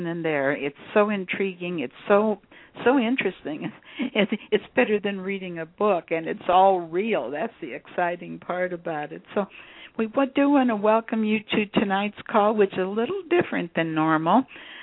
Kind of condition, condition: link, phone line